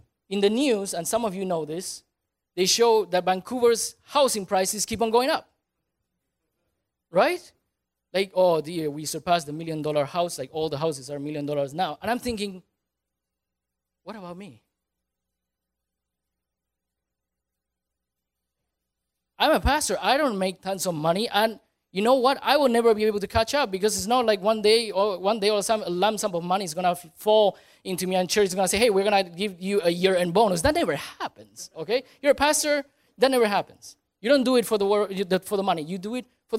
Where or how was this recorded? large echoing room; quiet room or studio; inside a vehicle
large echoing room